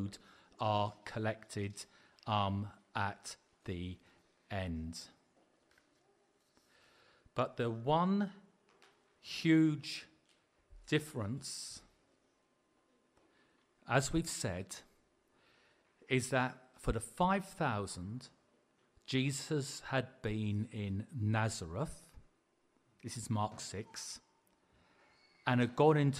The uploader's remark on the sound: Preached at the LCC Sunday Service